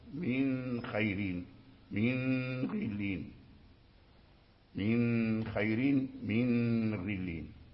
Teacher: ومعروف يعني عند القراء أن هنا يكون الإظهار من خيرين من غلين، تظهر النون عند الخاء والغين، لأن لا إخفاء ولا إدغام، ولكن ابن إسحاق قرأ به بالإخفاء عند النون عند الغين والخاء، فيكون هذا من باب الإدغام الناقص، فكأنه أدخل النون في الخاء وفي الغين مع بقاء الغنة التي في النون